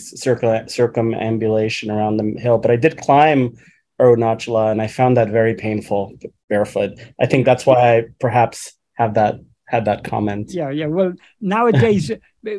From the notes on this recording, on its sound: In a Zoom meeting of the ‘Ramana Maharshi Foundation UK’ on 20th August 2022. This second portion of the meeting is posted here as this episode.